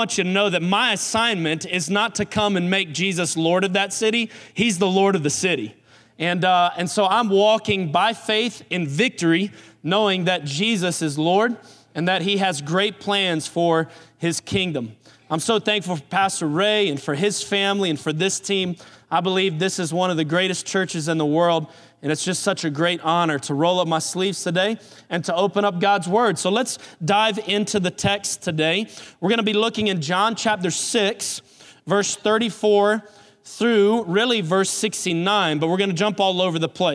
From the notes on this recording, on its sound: Recorded on July 29, 2018 at Graceland Baptist Church in New Albany, Indiana.